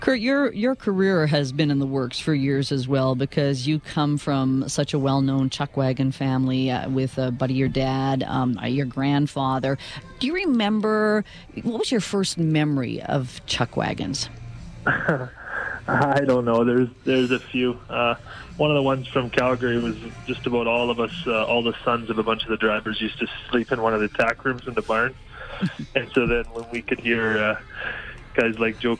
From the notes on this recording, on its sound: We are live on location at the 2018 Calgary Stampede canvas auction!